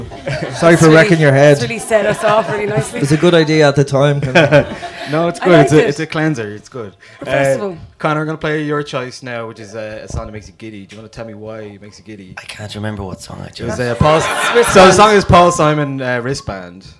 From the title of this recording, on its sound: Live at Another Love Story